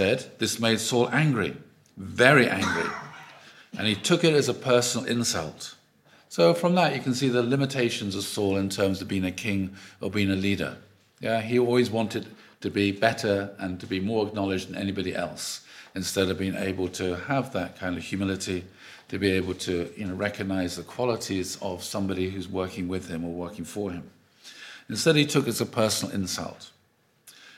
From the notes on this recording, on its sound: Audio from a sermon in Hatch End.